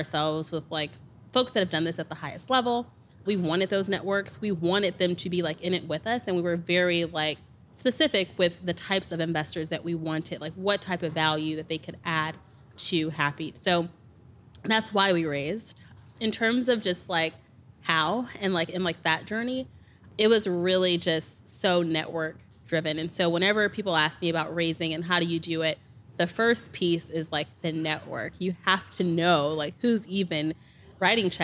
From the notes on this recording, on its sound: Live from the roof of The Durham Hotel at the Google for Startups Black Founders Exchange. Live from the roof of The Durham Hotel at the Google for Startups Black Founders Exchange.